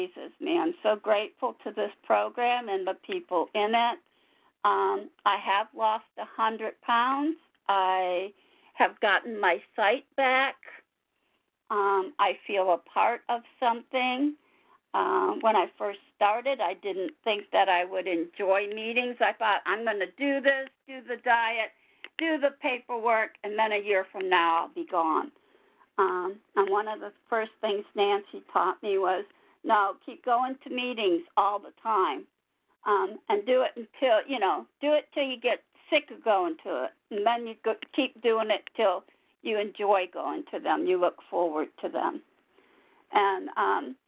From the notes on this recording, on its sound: 100 Pounders Phone Meeting